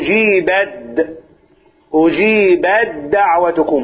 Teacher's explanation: التاء والدال يا اخواني مخرجهم واحد أد فالاثنين مضغمين في بعض.